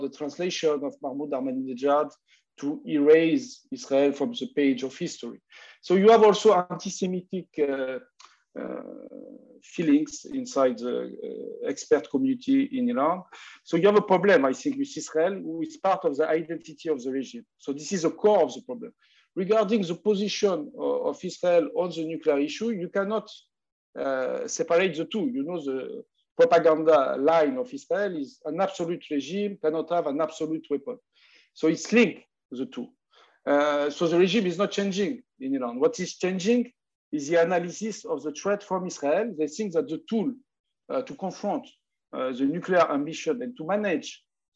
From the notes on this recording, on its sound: This public talk was conducted online via Zoom